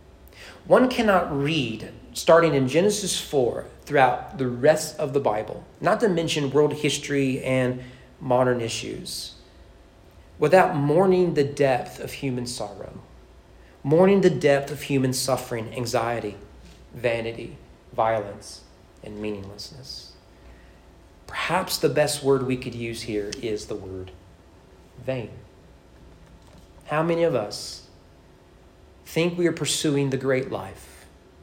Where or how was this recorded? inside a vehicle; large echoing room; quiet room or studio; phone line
large echoing room